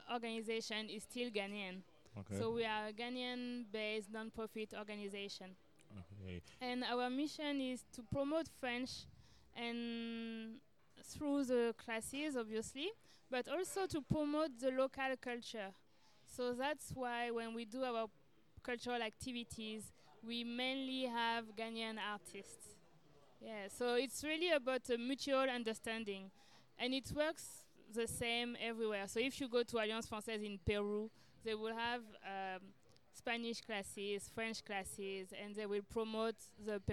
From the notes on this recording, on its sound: We went live at the MESH Confab and spoke to a number of people. MESH Creative Confab is a biannual event that brings together the very best of Ghanaian creativity under one roof.